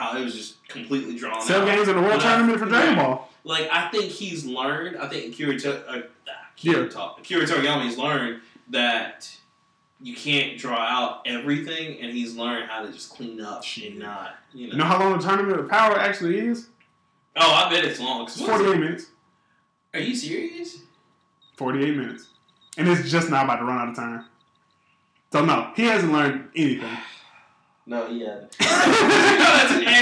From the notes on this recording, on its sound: I apologize in advance for the audio we are still working with a very nonexistent budget to get you guys a quality program. Hopefully our content makes up for the terrible audio sound!!